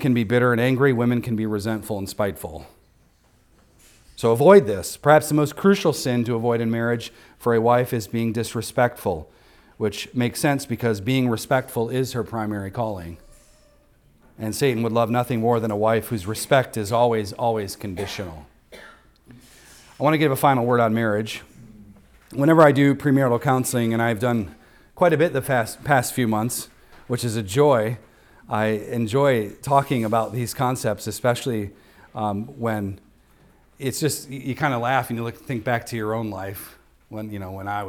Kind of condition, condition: setting, large echoing room